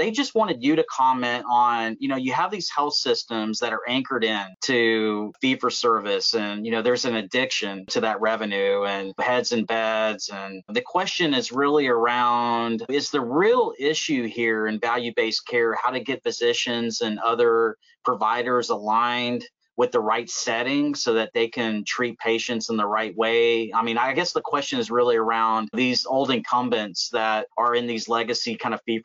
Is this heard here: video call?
yes